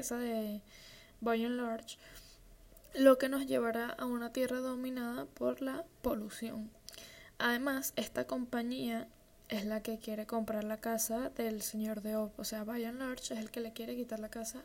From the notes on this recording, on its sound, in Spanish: Con ruido de un optra de fondo.